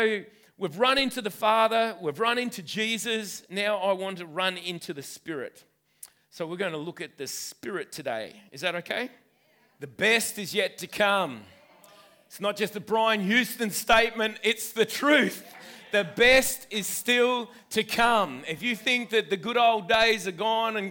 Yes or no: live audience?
yes